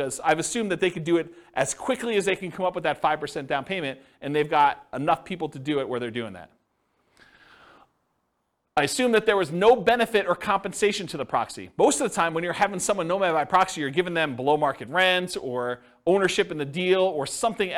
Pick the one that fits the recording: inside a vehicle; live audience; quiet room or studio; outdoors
live audience